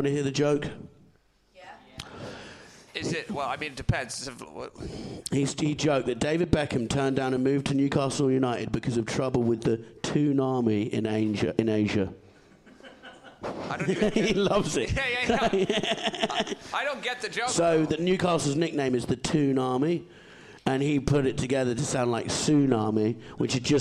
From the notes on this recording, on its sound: Live In Edinburgh Fringe 2022. We have dug into the vault to find another live show from Edinburgh for you to enjoy.